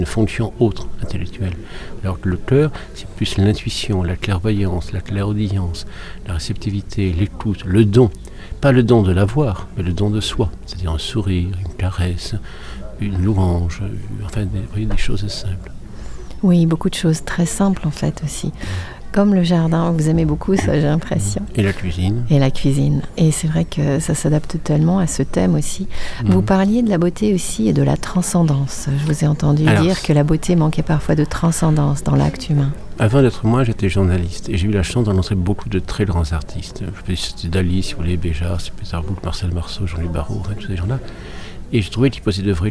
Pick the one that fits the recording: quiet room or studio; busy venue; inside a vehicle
busy venue